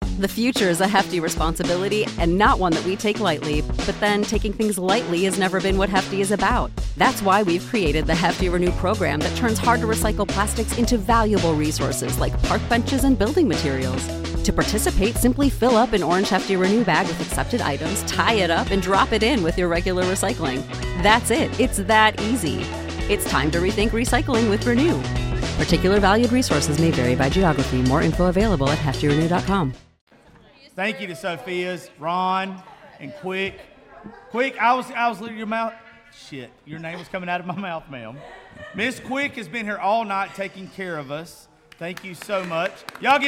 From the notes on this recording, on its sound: Holiday Special Live From Sophia's.